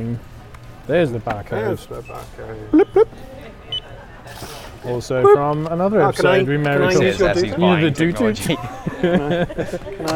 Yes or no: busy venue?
yes